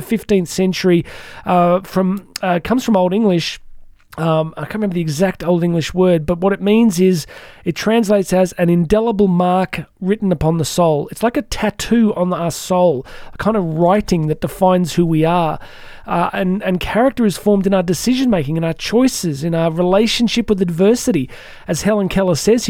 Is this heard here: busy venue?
no